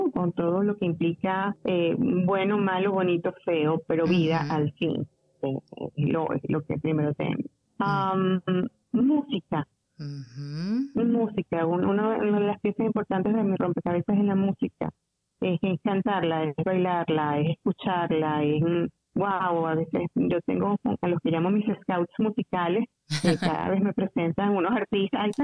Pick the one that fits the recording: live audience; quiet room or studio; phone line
phone line